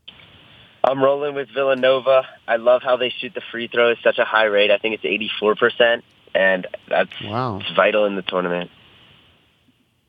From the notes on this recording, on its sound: Phones. Calls in with his bracket.